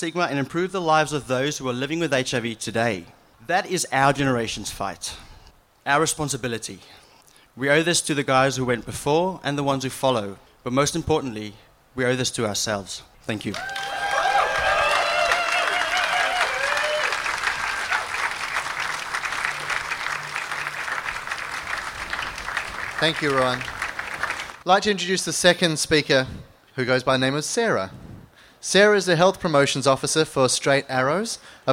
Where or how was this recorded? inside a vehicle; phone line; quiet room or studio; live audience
live audience